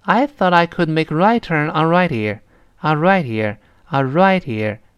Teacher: 前面辅音，后面元音，自然 H 呢就几乎听不到了。 · Term: H 几乎听不到了